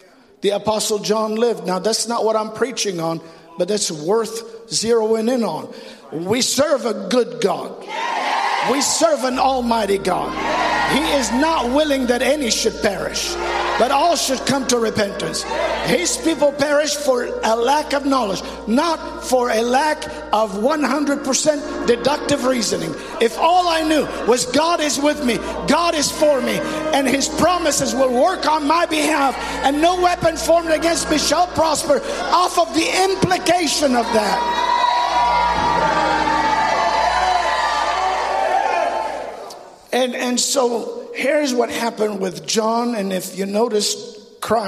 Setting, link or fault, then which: setting, large echoing room